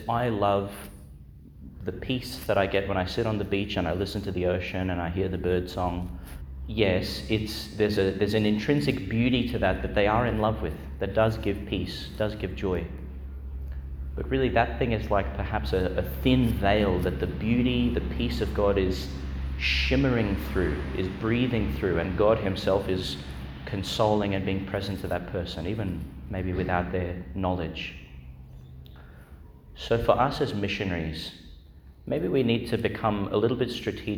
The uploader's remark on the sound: Homily for the Wednesday in the Fourth Week of Eastertide, delivered Our Lady Star of the Sea Church, Gladstone, Qld.